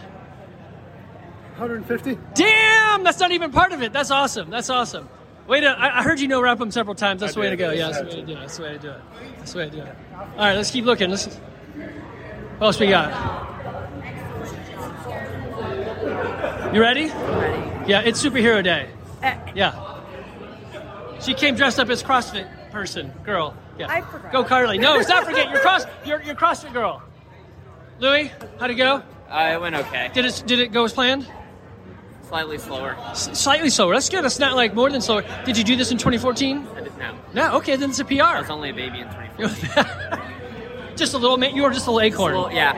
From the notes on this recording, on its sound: CrossFit OPEN 23.1 WOD at the Garage. Walking the floor talking to members after they finish their first OPEN WOD.